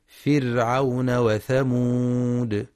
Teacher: ينتبه القارئ لترقيق الراء في فرعون لأنها ساكنة سبقها كسر مع مراعاة صفة البينية فيها.